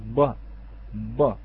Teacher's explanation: نعم، بامتلاء الفم بالهواء، أحسنت أخي …، عندما يقول ب ب نلاحظ أن جانبي يعني الوجه ما نسميه بالخد نلاحظ أنه فيه انتفاخ قليل، فسوف يكون الحرف مفخم